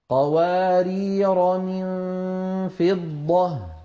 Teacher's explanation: أما الآية التي بعدها قوارير من فضة فإن الألف فيها ألف، ولكن هذه الألف على رواية حفص لا تنطق لا وقفا ولا وسطا